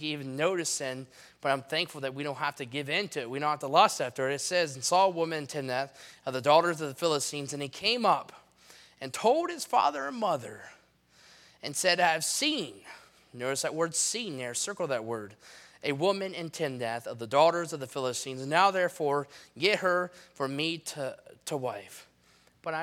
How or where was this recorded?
large echoing room